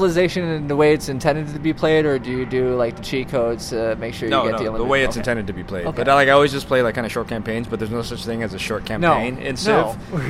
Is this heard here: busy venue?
yes